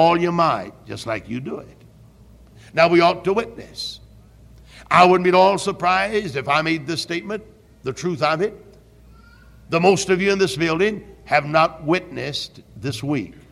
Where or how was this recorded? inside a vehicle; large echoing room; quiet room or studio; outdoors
large echoing room